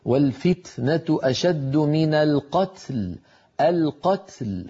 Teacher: فنبين التاء من كلمة القتل وهي ساكنة وبعدها لام ساكنة في كلمة القتل · Term: اجتمع ساكنان